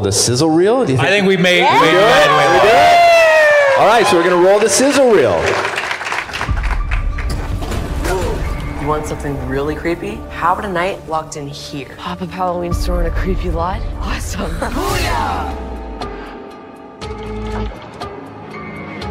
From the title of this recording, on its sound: LIVE FROM MIDSUMMER SCREAM 2022